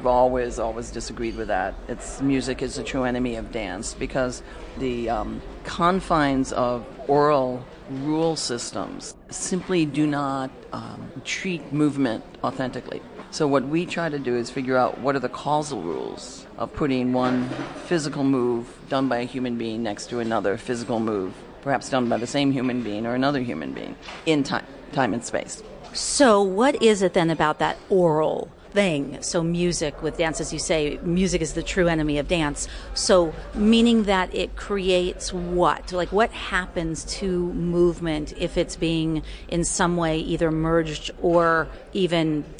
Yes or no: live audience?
yes